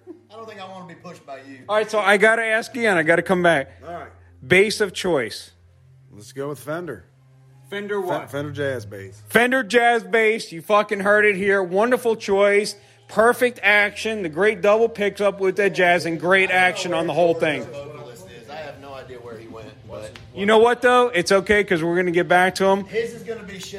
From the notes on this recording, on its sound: goes on location at the Bright Box Theater in Virginia to conduct an impromptu interview